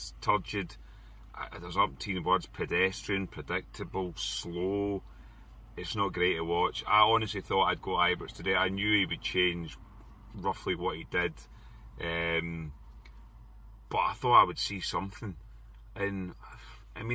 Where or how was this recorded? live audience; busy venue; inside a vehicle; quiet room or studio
inside a vehicle